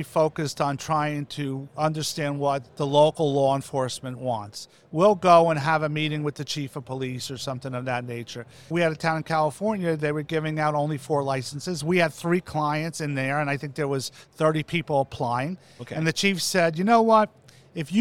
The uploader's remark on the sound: Live from MjBizCon 2022!